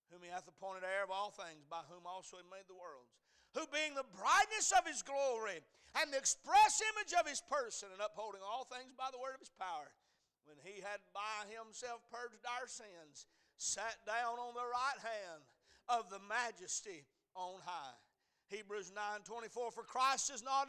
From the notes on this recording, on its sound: A message series preached at Crossroads Baptist Church on Sunday morning.